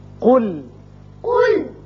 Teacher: قاف کو پر پڑھیے اور لام کو باریک. قل قل کیونکہ آپ نے ذرا بھی اگر قاف کو باریک کر دیا تو معنی بدل جائیں گے.